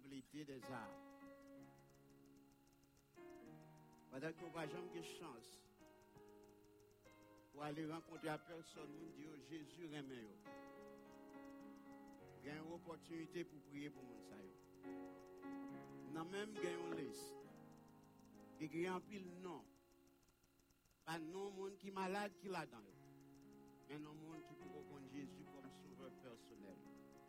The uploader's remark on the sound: Sunday Service Live